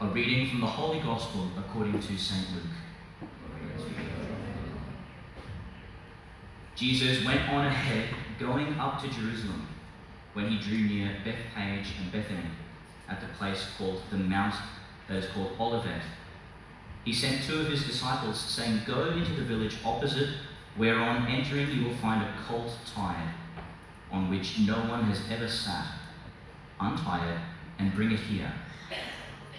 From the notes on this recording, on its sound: Delivered to the young people at Ignite Youth Summer Camp 2022, QCCC Mapleton. The first Gospel (Luke 19:28-40) before processing to the Altar is what is included in this recording, rather than the dramatised Gospel (Lk 22:14-23:56).